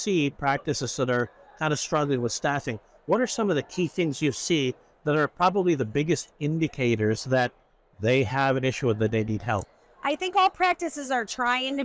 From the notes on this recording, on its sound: live from the Hinman Dental Congress